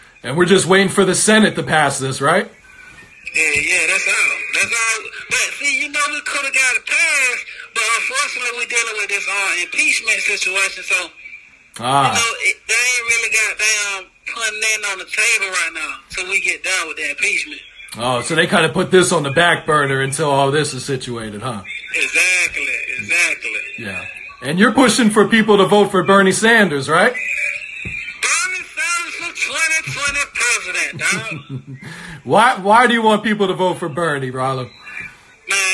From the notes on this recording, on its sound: Phone Interview From Prison. Called us from prison via video phone.